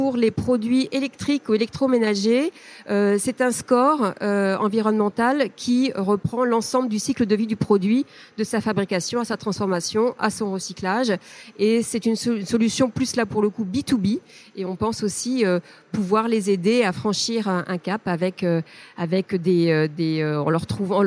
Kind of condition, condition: setting, busy venue